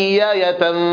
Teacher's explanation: والصورة الثالثة أنها تسهل بالإبدال واوا أو ياء: إن نشأ ننزل عليهم من السماء ياية، فظلت أعناقهم لها خاضعين. هنا أبدلنا الهمزة الثانية ياء · Term: تسهيل الهمزة